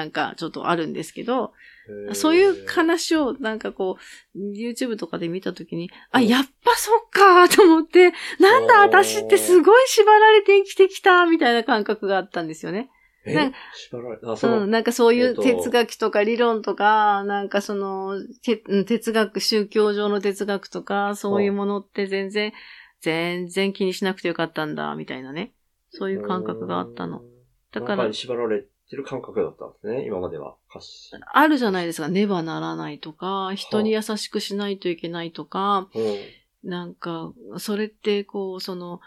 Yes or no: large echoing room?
no